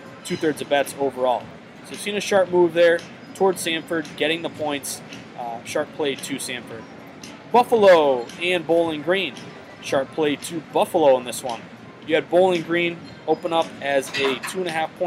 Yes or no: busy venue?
yes